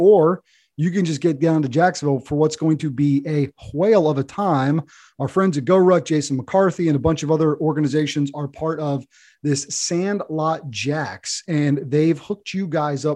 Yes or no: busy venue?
no